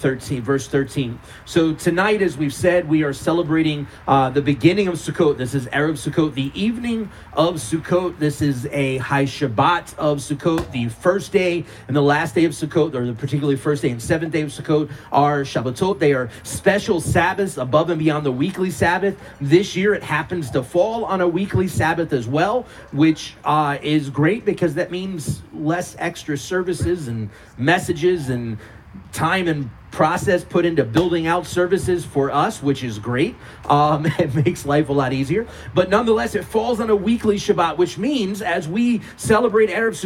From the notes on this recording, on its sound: Our service under our giant Sukkah on the CMC property. This was an outdoor service, so please forgive any random noises such as traffic going by.